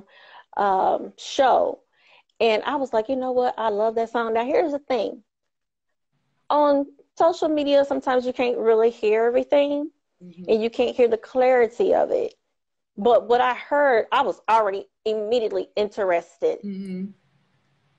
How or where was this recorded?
video call